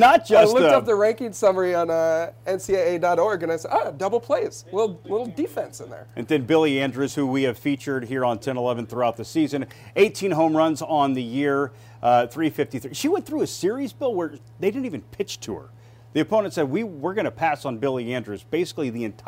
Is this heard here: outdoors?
no